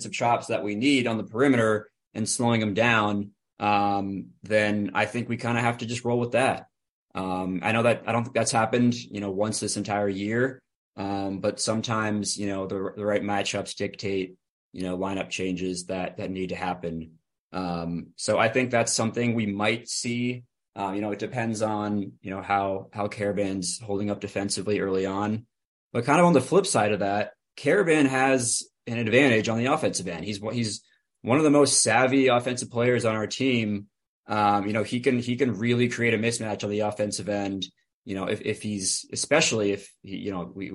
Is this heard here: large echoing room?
no